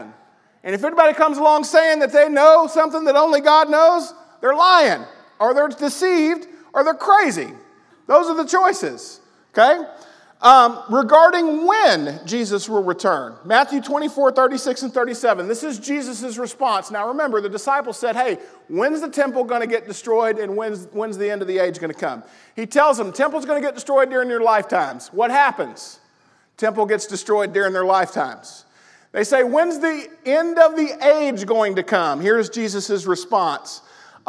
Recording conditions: large echoing room